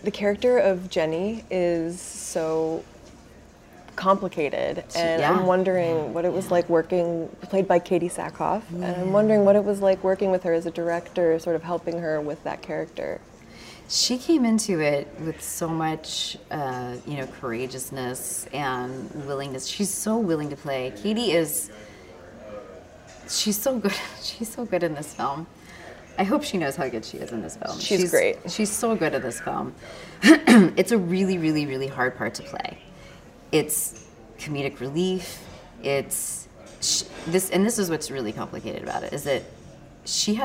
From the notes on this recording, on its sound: Chats with us at the 2016 Portland Film Festival.